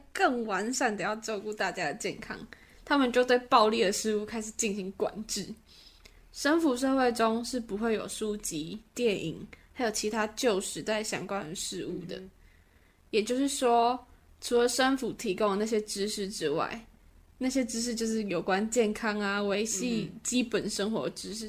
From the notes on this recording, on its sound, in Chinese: 如有雜音請見諒。換季，鼻子過敏，過敏人請舉手！附近就是榮總 真的很抱歉！場地與設備不完善，全真實錄音現場，絕無僅有。